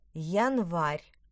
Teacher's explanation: Я и е в начале слова произносятся с йотацией.